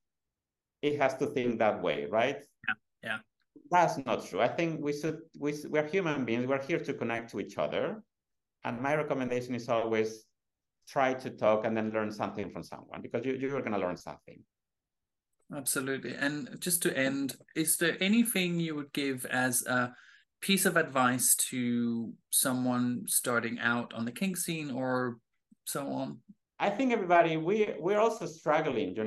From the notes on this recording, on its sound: Recorded on 29 September 2023 on Zoom.